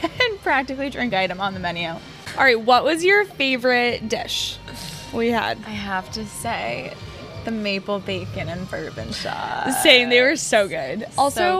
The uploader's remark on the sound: Brunch at Banners. Record an episode at Banners - aka the sports bar where the YCDB podcast was kickstarted back in 2022.